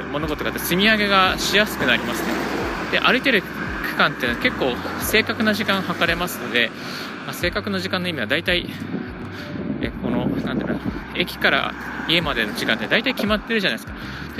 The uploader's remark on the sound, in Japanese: 歩きながらラジオ配信